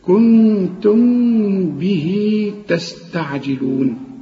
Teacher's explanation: الميم بتكون ساكنه بدون تشكيل تخفيها، ما تستعملش شفايفك وتضمها، ما تقولش كنتم به، لا، انفراد، افتح شفايفك شويه، كنتم